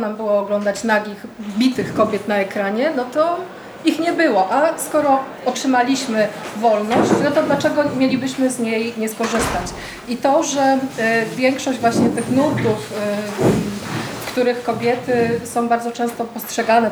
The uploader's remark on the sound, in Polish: Dzisiejsze nagranie jest zapisem naszej prelekcji wygłoszonej na Kapitularzu 2023.